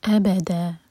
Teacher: ابدا یہاں رکیں گے تو دال پر ہے فتح کی تنوین، تو فتح کی تنوین پر جب ہم رکتے ہیں تو دو حرکہ کھینچ کر رکتے ہیں، یہ ہے مد عوض عن التنوین.